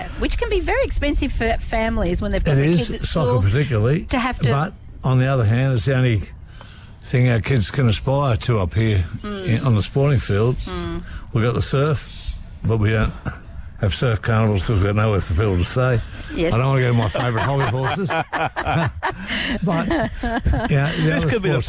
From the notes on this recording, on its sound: We were live at Burbank at Saddles 8am - 10am. Celebrating the Opening of Burbank Saddles Garden Centre Mt White. We were live at Burbank at Saddles 8am - 10am.